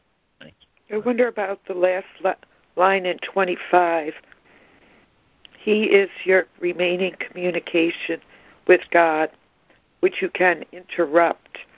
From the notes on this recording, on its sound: ACIM Daily Conference Call.